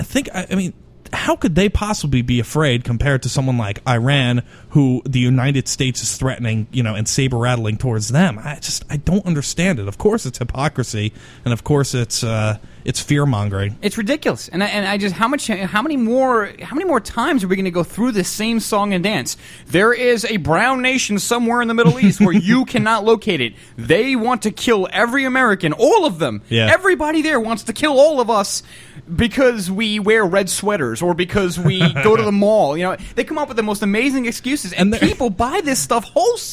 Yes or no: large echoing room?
no